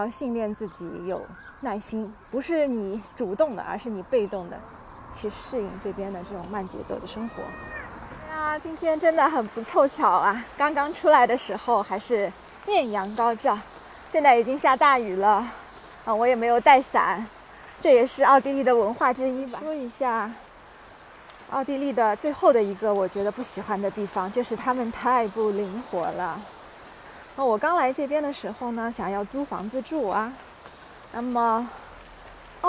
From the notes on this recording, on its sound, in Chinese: 边走边聊奥地利。